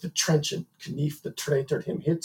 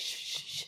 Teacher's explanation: the sudden, sudden sharp T sounds, yes, are a big contrast with the kind of softer SH sounds.